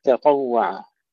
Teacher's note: تفخيم الطاء ترقيق التاء ثم ترقيق العين في الآخر